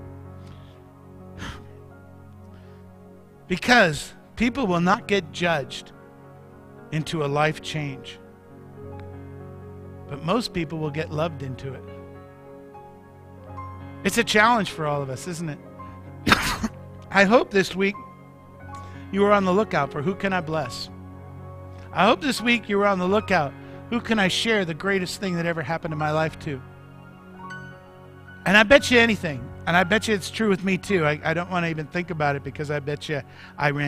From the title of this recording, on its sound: Mt. Zion Church Live!